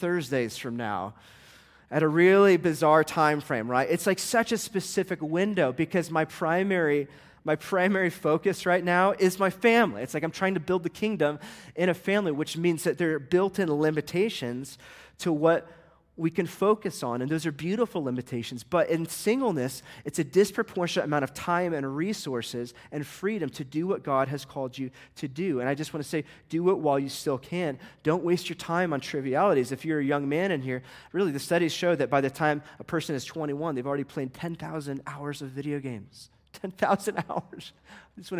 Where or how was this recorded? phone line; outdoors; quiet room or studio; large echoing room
large echoing room